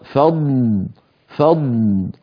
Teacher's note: الضاد صوتها مستمر، صوتها مستمر لأنها رخوة وفيها استطالة